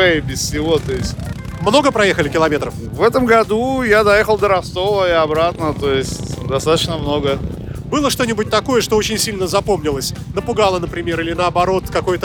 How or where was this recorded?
outdoors